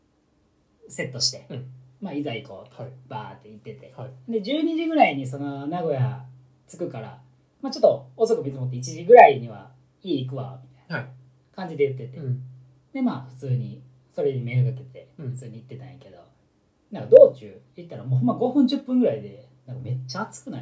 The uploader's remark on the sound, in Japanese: おそらくいつもより音質悪いと思います